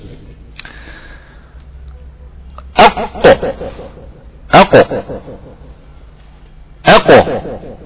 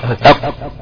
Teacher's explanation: اللسان في منطقة الاقصى فوق، لازق اللسان في منطقة اقصى فيما يقابل في الحنك الاعلى اهو اق. بس انا لازق افك المخرج عشان الصوت ينتج. · Term: القاف